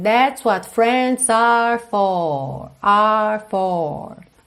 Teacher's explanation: na hora que está cantado, ela alonga essas sílabas por conta da melodia e a gente não tem muito R enrolado